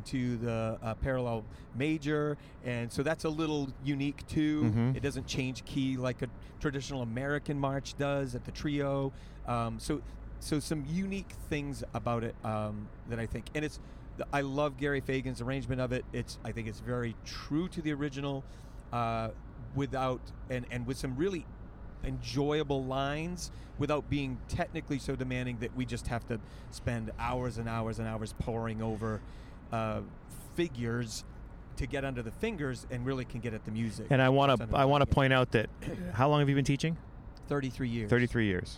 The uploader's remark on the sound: Two Band Directors in a Car. A great conversation from the car on the way to, and from and honors festival.